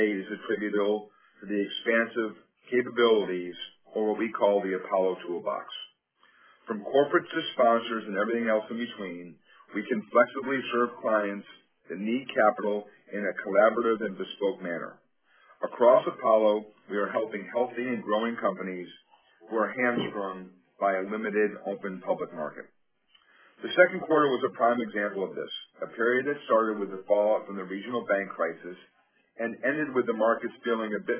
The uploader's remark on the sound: Earnings Conference Call.